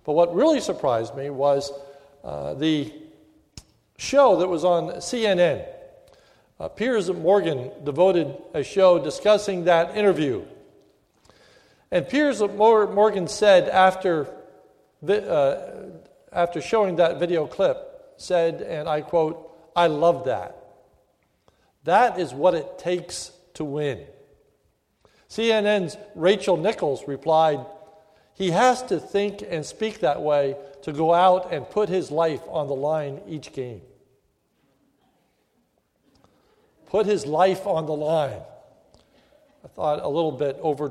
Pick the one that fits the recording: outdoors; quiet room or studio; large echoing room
large echoing room